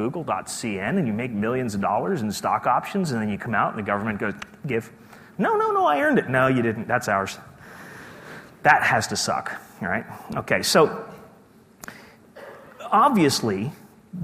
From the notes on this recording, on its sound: keynote speech from day two of the conference